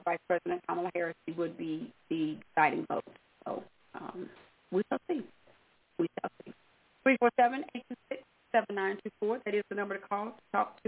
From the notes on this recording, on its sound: your phone calls